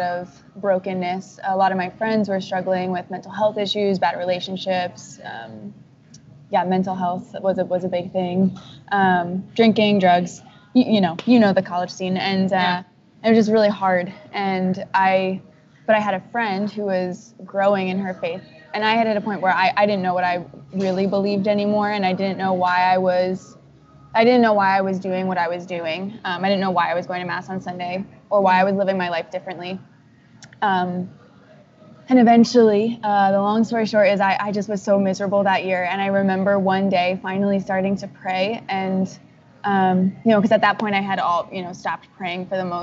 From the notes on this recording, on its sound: who was in a coffee shop while we were recording, so enjoy the awesome soundtrack in the background